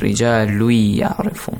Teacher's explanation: So you merge lam with ya.